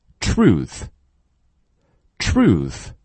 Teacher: 前面一个 TR,tr,后面一个 th,咬舌音